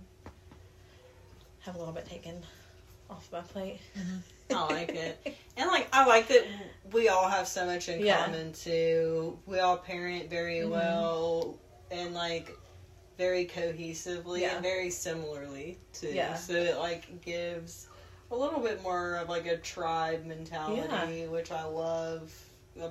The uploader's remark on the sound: warning the audio in this episode is low to reduce noice